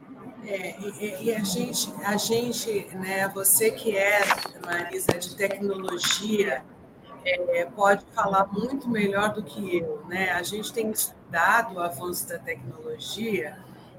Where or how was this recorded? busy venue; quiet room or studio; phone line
busy venue